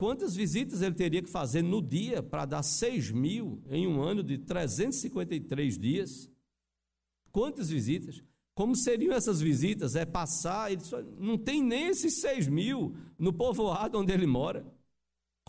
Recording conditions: live audience